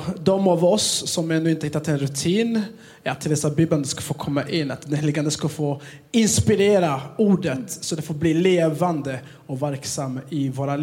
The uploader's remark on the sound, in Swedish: Vi höll en livepodd på Livets Ords Youth Conference den 2 November 2023.